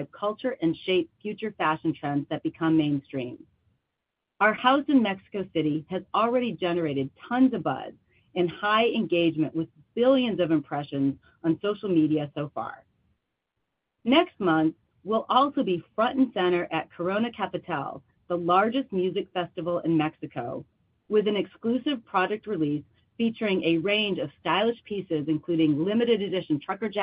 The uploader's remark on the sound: Webcast Third Quarter 2023 Earnings Conference Call.